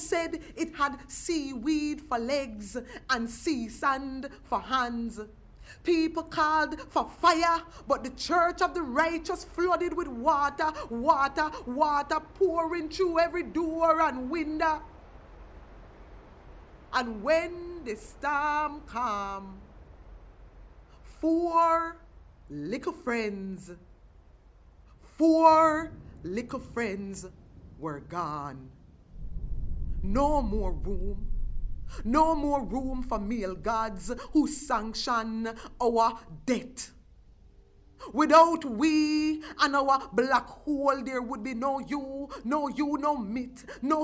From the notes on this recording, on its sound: in front of a live audience